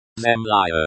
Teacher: Note the stress is on the second syllable.